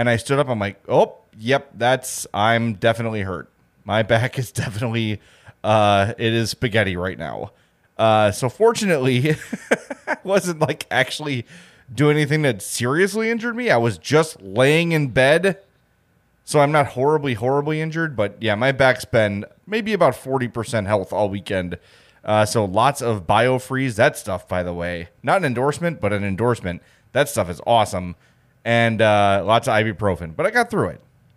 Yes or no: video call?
no